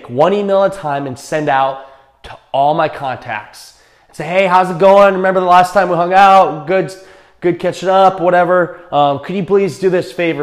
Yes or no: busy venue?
no